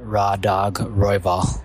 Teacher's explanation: we're just looking for that first syllable to be emphasized